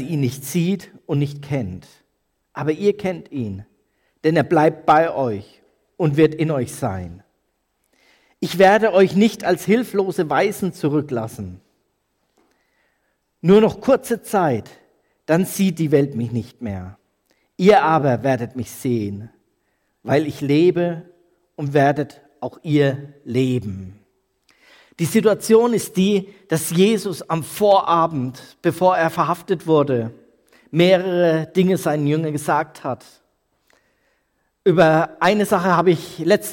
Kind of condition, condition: setting, large echoing room